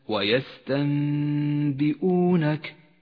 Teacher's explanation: تقلب النون الساكنة إلى ميم إذا جاء بعدها باء، فنسقط النون من اللفظ، ولذلك تلون بالرمادي في مصحف التجويد، ونقف بغنة زمنها حركتان على حرف الميم، ولذلك هي خضراء اللون إشارة إلى موقع الغنة. · Term: الإقلاب